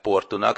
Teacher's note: Ezt úgy írják egyébként, hogy Tejo, és Tejo-nak ejtik, Portót meg Portunak, tehát a szóvégi ó helyett út kell ejteni